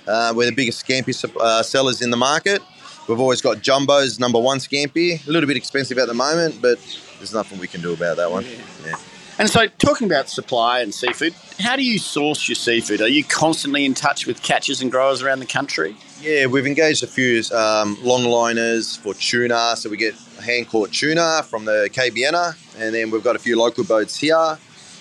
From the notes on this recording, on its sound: In this episode we are love on location from the Sydney Fish Market.